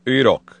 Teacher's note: that guttural K that doesn't have any English equivalent. And you'd start it with an ayn, an H-like sound that's pronounced even farther back in the throat.